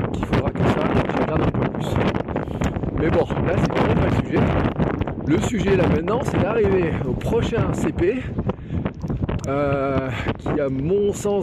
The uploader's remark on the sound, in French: mon tout premier Gravelman en live depuis le vélo